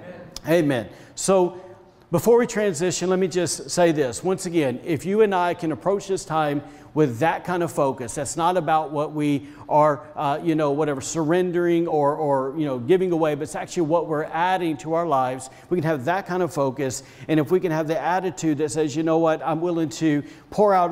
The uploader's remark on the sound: was recorded on Sunday, March 21st, 2021, during service at The Anchor Church in Rockport, Maine